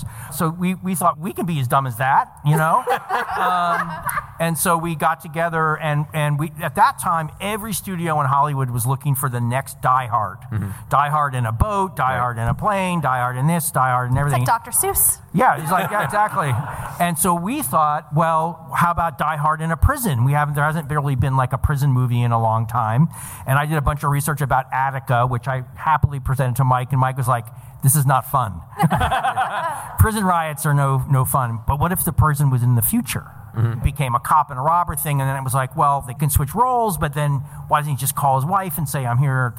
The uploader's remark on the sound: Recorded earlier this year in front of a live audience at the Angel City Brewery! The show was recorded from the Angel City Brewery in downtown Los Angeles, by our live sound engineer.